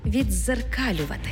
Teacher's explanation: У слові «віддзеркалювати» «ди» переходить у подовжений звук «дз»